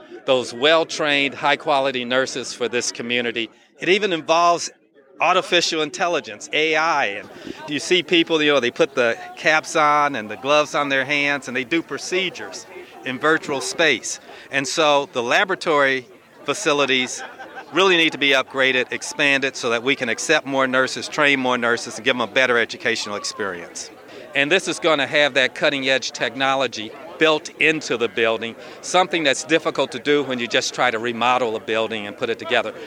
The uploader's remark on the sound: Braithwaite Building, home of the university’s School of Nursing. Shared their excitement with an audience of local dignitaries, students and representatives of East Texas healthcare providers.